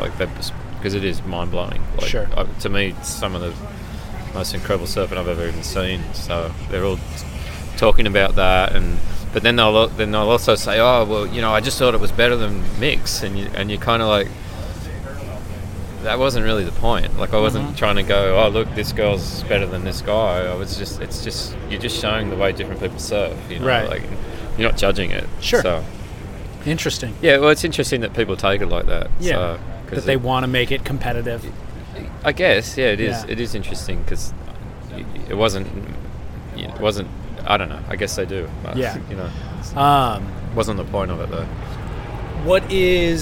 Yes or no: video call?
no